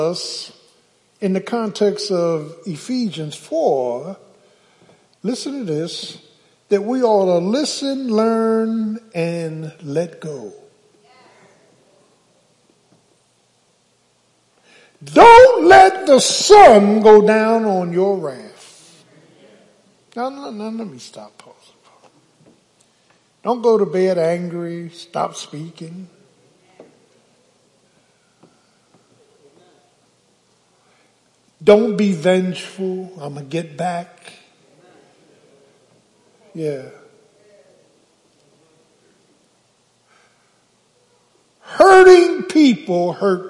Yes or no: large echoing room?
yes